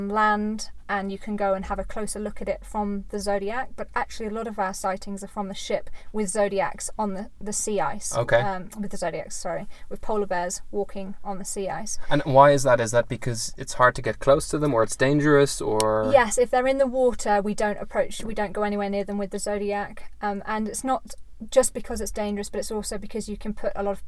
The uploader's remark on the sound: live from the South African bush